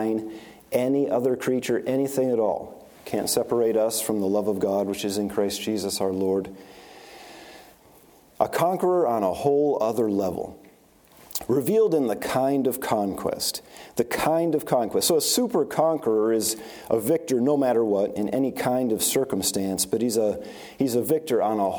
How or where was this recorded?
large echoing room